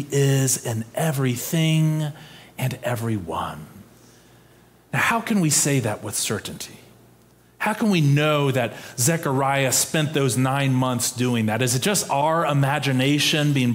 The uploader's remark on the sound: Preached on November 27, 2022, in our Sanctuary and MorningSong worship services.